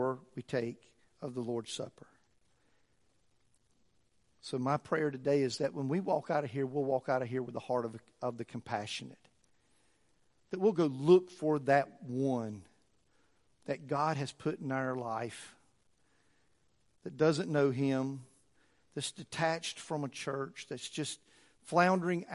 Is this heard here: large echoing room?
yes